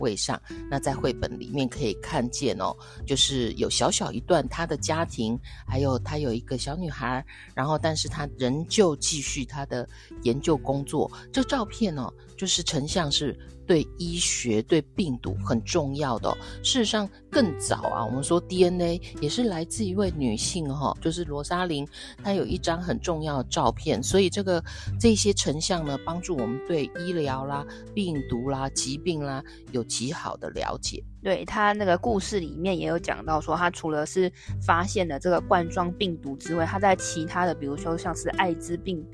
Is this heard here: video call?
no